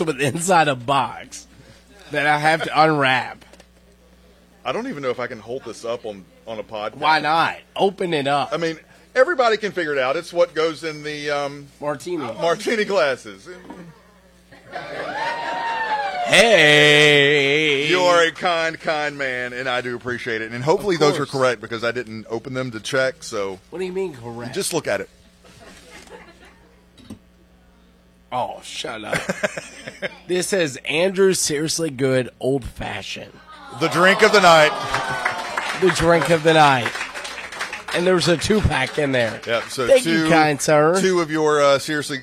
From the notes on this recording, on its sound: Live from Lombardo's. With a live show at Lombardo's in Myrtle Beach! Answering questions from the live audience.